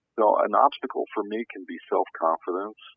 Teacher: he raised the end of confidence a little bit